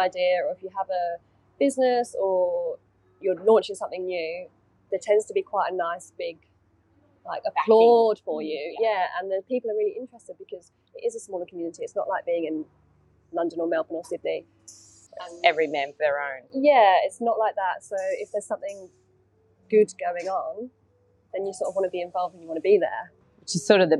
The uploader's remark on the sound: This episode was recorded at Vandy's Cafe in Buderim. This episode was recorded at Vandy's Cafe in Buderim. Please note with our very first episode we have some (maybe inevitable) sound & tech issues that we have since resolved!